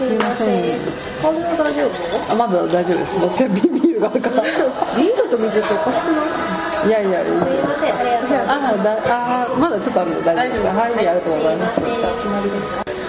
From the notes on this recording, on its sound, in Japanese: 飲食店での収録のため、雑音がかなり入っていますが、ご容赦下さい。